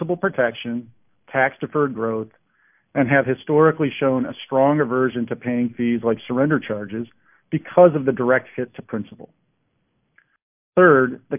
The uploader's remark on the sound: Athene Fixed Income Investor Conference Call